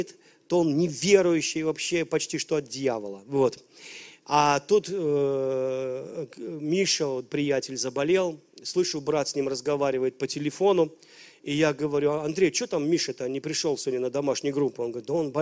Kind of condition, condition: setting, large echoing room